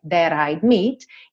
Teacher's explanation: temos dois rararã aqui substituindo T e D